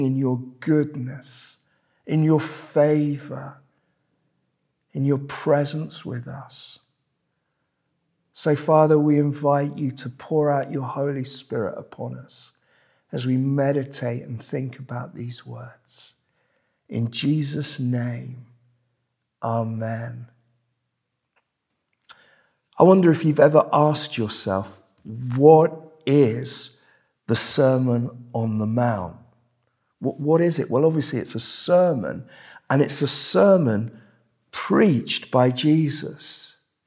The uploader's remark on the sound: This sermon was preached at Welcome Baptist Church on Sunday 21st May 2023